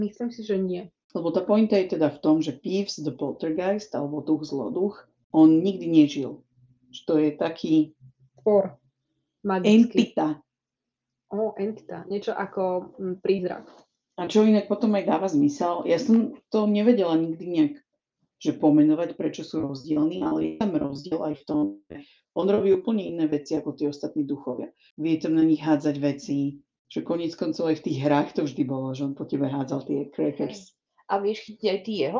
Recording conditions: poor sound quality